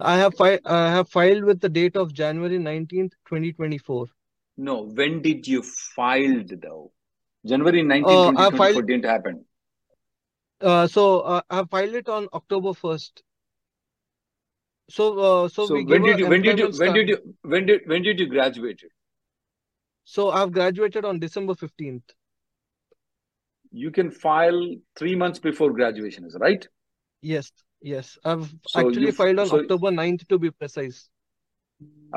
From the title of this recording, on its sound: Conference Call Jan 17th 2024